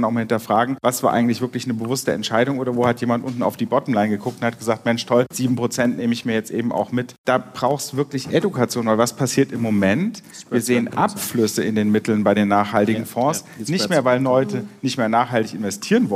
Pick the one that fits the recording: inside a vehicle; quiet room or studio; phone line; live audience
live audience